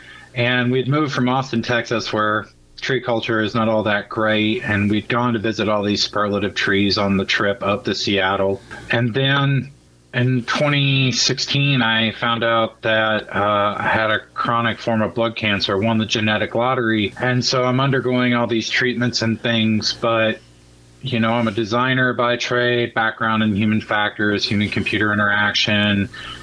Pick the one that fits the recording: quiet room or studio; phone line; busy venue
phone line